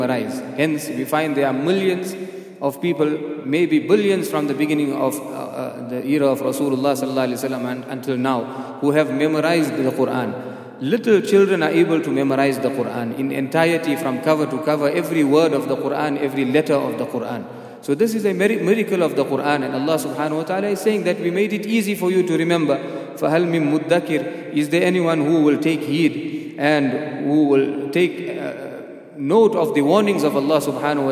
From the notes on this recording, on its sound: at the Houghton Masjid (West Street)